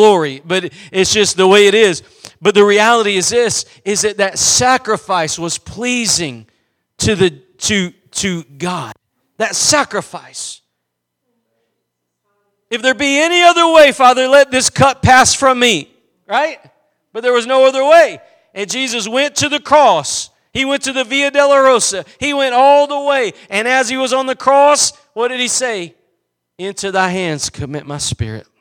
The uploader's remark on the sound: Preached at Gospel Lighthouse in Bossier City, La.